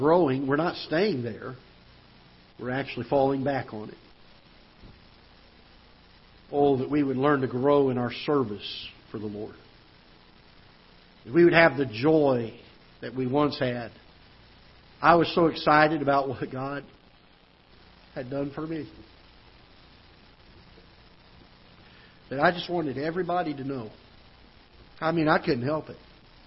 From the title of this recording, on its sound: Ketha Heights Baptist Church ~ Live Broadcast